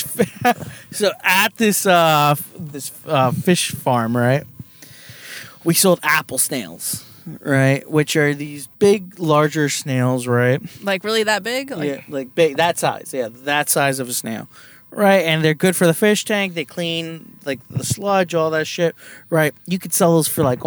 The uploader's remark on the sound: we are in the car